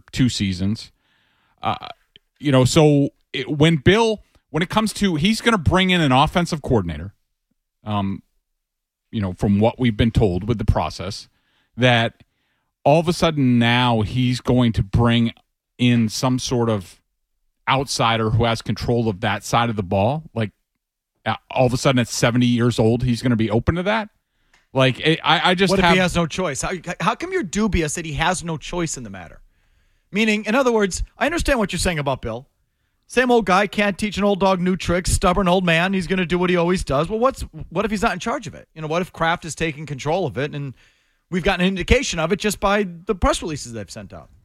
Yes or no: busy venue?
no